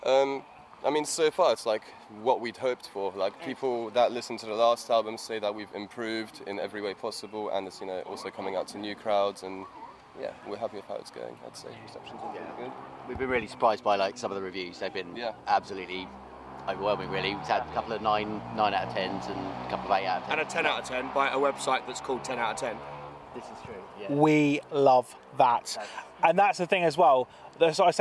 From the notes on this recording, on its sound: Recorded in the beer garden of B2 in Norwich.